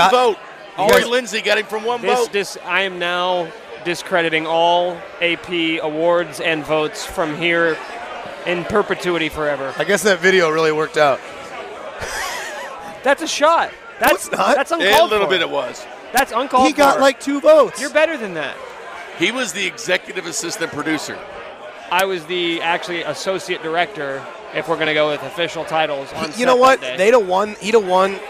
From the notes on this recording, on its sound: Opens the show live from Cinder Block Brewery.